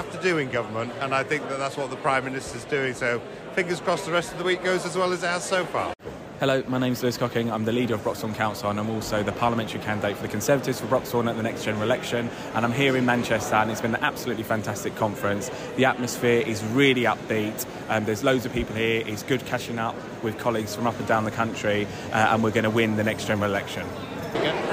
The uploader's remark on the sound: This episode is the second in a series of on-location special dispatches from the party conferences. While in Manchester, Cratus spoke to a number of party members.